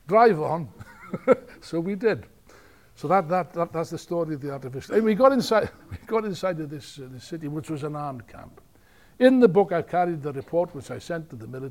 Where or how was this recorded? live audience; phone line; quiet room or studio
live audience